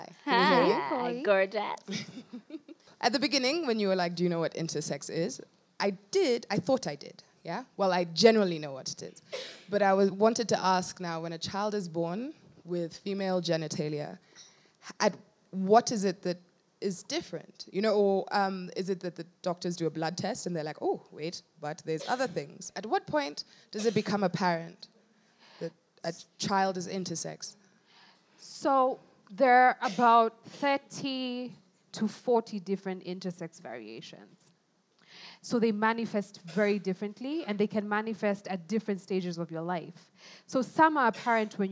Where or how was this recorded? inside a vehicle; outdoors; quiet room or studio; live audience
live audience